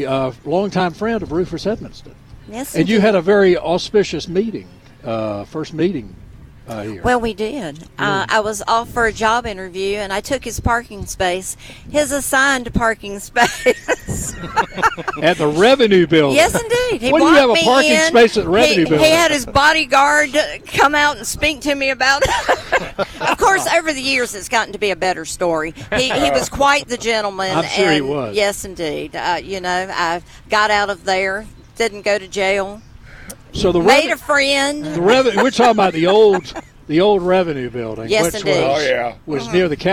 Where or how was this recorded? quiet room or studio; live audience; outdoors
outdoors